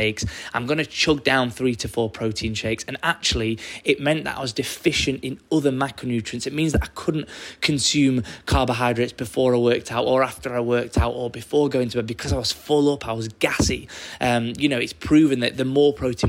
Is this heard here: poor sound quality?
no